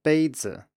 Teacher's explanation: you can hear that bei here is high and then the z part is lower than the bei, so beizi. Then after a rising tone, that would be the second tone, the neutral tone is also lower than the end of the preceding tone.